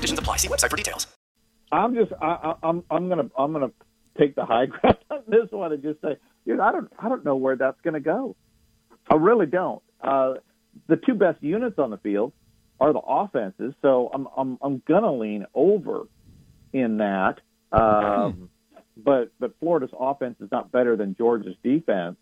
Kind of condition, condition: link, phone line